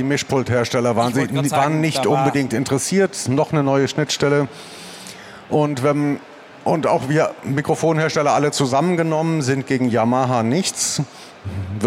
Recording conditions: busy venue